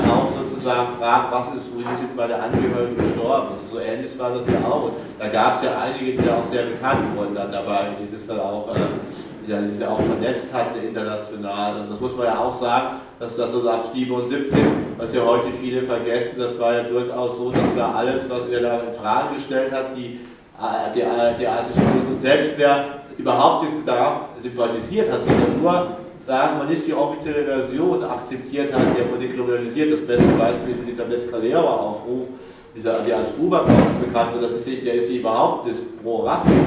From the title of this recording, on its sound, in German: Mitschnitt einer Veranstaltung